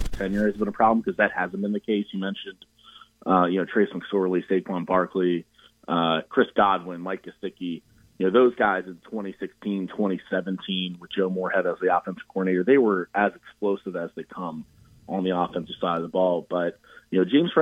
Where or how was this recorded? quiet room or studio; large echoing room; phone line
phone line